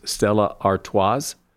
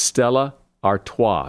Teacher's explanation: A lot of people pronounce that last S as Stella Artois, but it's Stella Artois. The last S is silent. · Shown in: second take